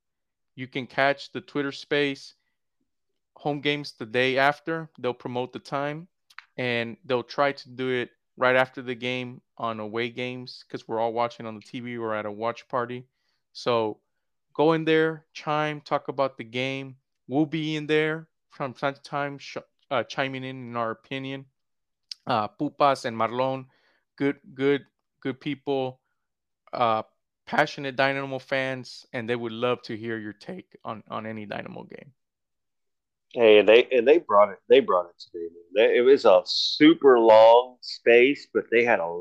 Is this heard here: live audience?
no